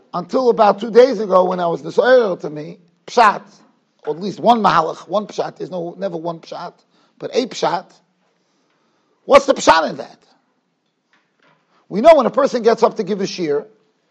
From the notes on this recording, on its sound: Shiur recorded in Yeshivas Ohr Reuven, Monsey, NY.